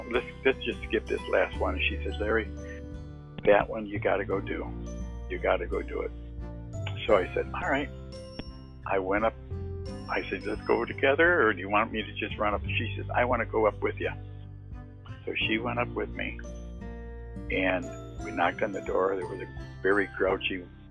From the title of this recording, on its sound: testimonial on the phone